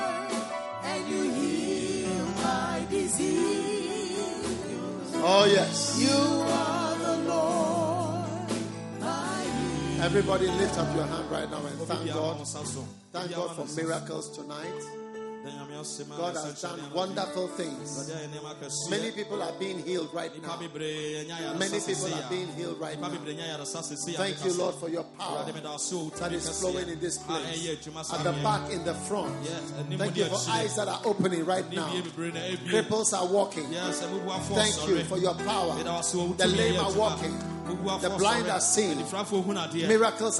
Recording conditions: live audience